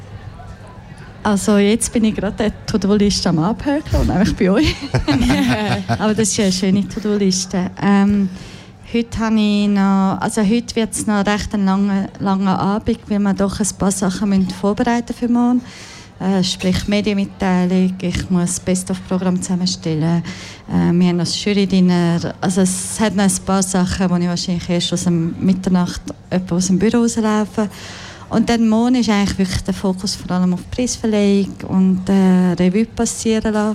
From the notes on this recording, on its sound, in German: Festivalausgabe live aus dem Merkerareal in Baden.